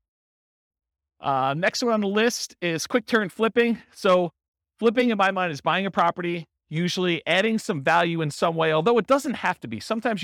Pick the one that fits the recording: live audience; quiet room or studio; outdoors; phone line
live audience